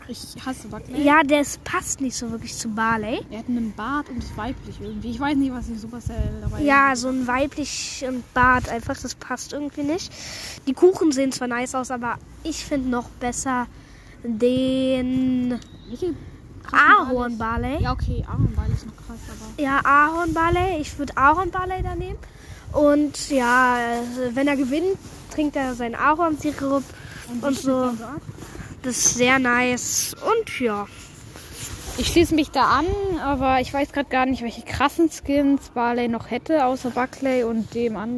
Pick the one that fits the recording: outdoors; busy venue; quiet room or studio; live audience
outdoors